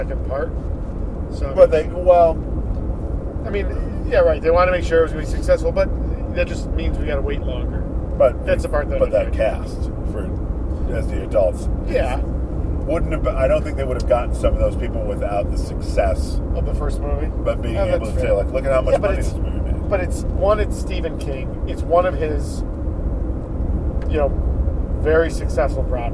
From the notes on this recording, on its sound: As they drive to Brooklyn. Road Trip to BAM.